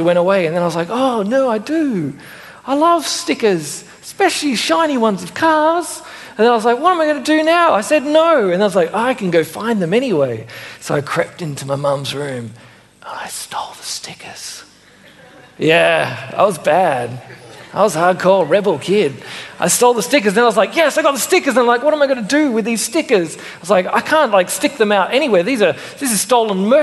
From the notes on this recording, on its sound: Originally preached at Mitcham Baptist Church in 2015.